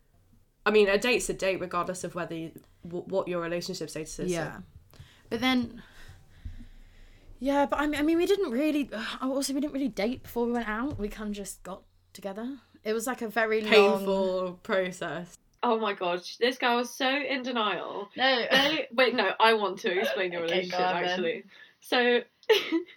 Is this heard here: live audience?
no